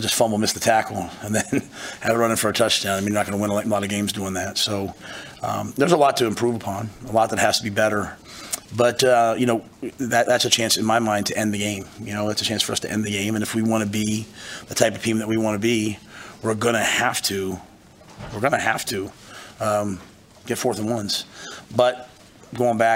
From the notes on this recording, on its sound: Purdue Post Game Press Conference.